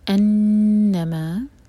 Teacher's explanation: نون پر شدہ ہے تو نون پر غنہ کریں گے، دو سیکنڈس ہولڈ